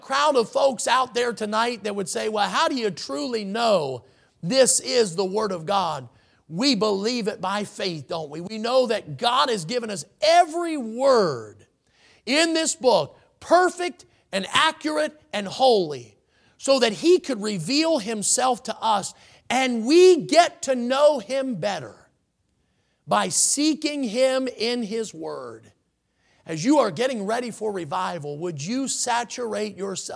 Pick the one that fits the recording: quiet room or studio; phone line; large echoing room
large echoing room